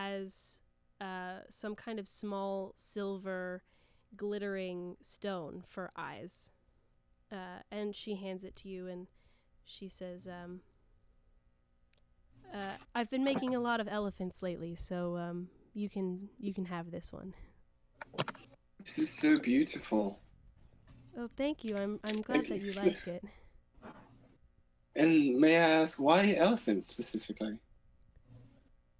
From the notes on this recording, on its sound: Please excuse the audio quality. It gets better over time!